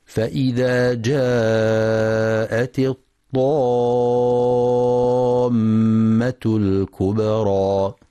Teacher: وفي قوله تعالى: فإذا جاءت الطامة الكبرى، ينتبه القارئ للمد اللازم الكلمي المثقل، يمد 6 حركات لزوما لكل القراء